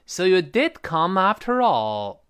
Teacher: 注意咱们的口语中特别注意这个 Do 读得高重，比后面动词要读得更高更重这个现象 · Term: 强调肯定式